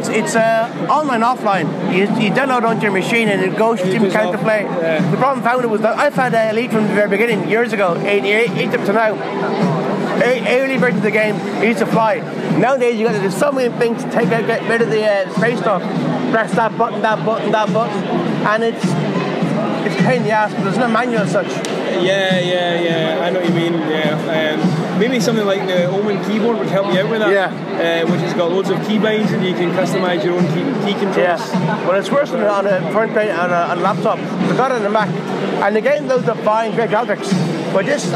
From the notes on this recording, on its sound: As this was recorded at a live event you will hear some background noise.